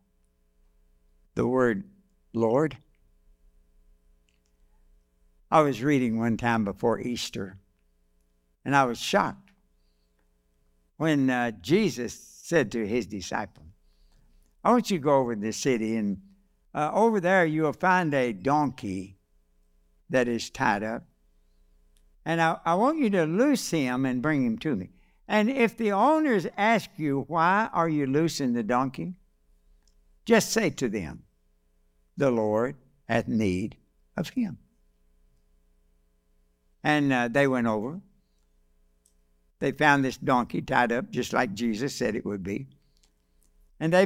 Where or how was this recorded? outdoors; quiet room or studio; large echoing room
large echoing room